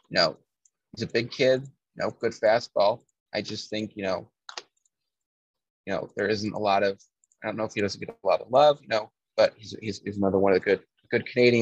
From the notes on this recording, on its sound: Twitter Space recording